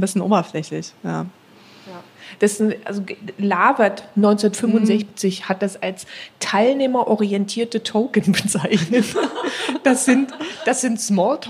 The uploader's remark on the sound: All das tun wir live vor Publikum, denn diese Folge haben wir zusammen mit dem podfestBerlin im Selina Hotel in Berlin Mitte aufgenommen.